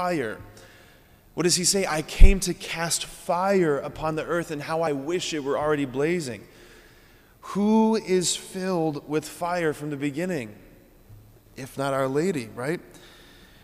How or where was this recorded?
large echoing room